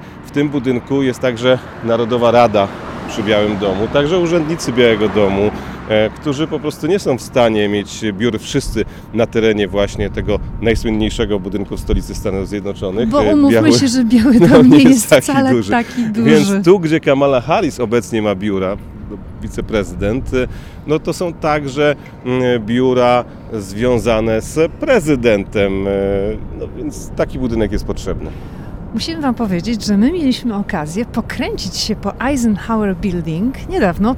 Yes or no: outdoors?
yes